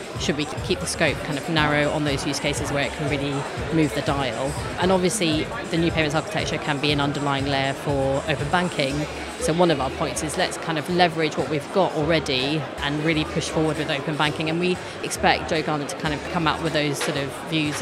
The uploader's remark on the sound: Live from Fintech Talents Festival